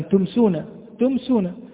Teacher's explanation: لأن الميم تخرج من الشفة، ولا نقول جميع حروف الإظهار تخرج من الشفة طبعا، يعني إذا قلنا مثلا تمسونا، تمسونا، فالميم كانت واضحة، فظهرت الميم واضحة من الشفتين من مخرجها المحقق، فلا نقول لأن جميع الأحرف تخرج من الشفتين، لا، لأن نقول الميم تخرج من الشفة وتظهر واضحة ويظهر مخرجها واضح بغير إخفاء أو غير ذلك، فيكون الإظهار هنا إظهارا شفويا. · Term: الإظهار الشفوي